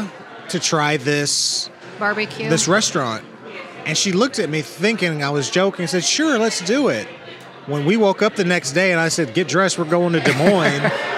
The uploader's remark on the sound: On Location! This week we're ON LOCATION in Martini Corner but we're not sippin' martinis. We're taste testing the tasty tacos at the brand new BARRIO TAQUERIA (in the former Sol Cantina building).